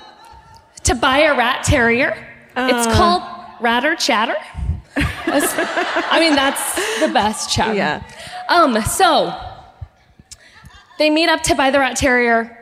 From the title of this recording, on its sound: Live at the Arvest Bank Theatre in Kansas City